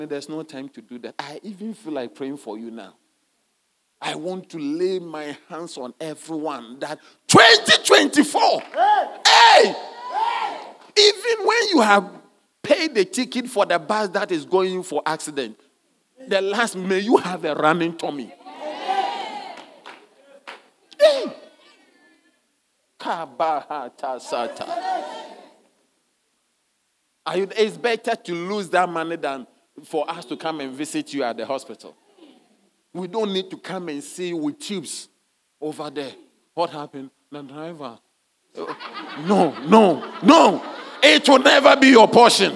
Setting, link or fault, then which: setting, large echoing room